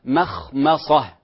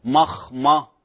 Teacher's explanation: فيما يتعلق في بعض الحروف المرققة يكثر الخطأ في بعض الحروف مثل الميم، الميم الأولى والثانية مثلا على سبيل المثال في كلمة مخمصة، ميم خاء، الميم مرققة، الخاء من حروف الاستعلاء، الميم مرققة والصاد من حروف التفخيم · Shown in: first take